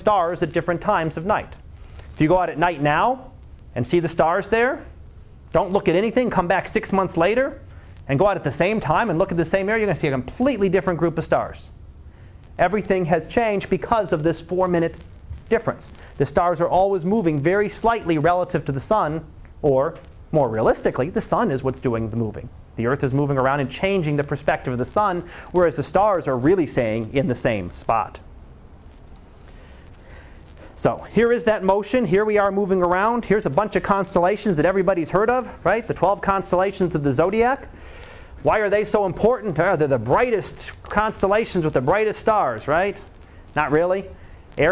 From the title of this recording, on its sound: Live Class Lecture